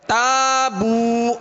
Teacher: اس لیے کہ الف سے پہلے والا حرف باریک ہے، تابو واو مدہ ہے، ہونٹوں کو کامل گول کر کے ایک الف کی مقدار میں اسے بھی کھینچ کر ادا کرنا ہے